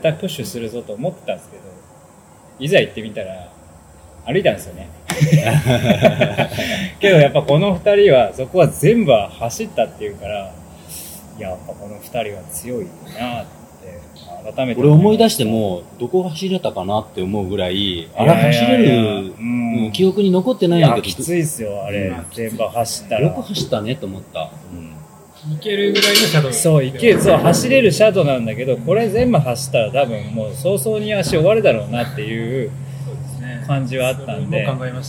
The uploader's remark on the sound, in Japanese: ラジオ練、今回はライブ感のある収録テストです。雑音バリバリ入ってます～。